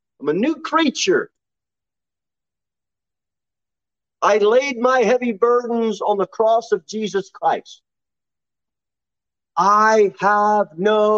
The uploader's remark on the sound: Sermon delivered at Pilgrim Baptist Church in Cookeville, TN